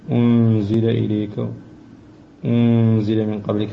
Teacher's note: النون ساكنة قبل الزاء حكم الإخفاء مع الغنة